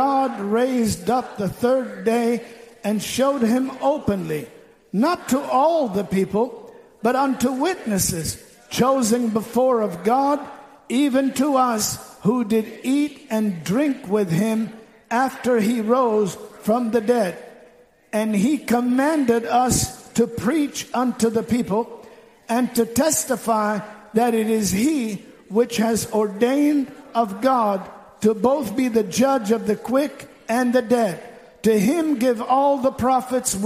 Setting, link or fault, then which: setting, large echoing room